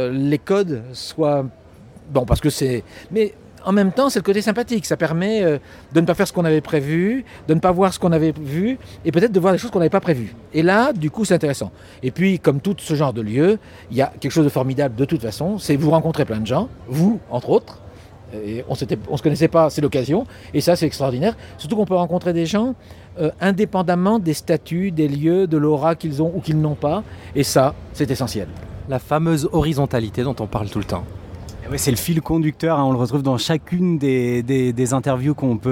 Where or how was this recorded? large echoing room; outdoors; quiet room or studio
outdoors